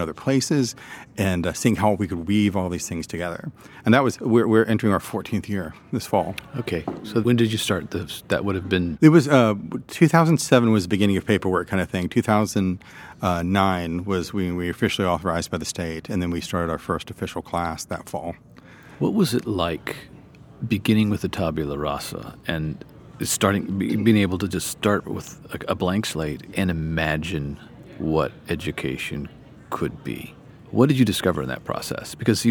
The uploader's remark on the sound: This conversation was recorded at CiRCE Institute National Conference in Charleston.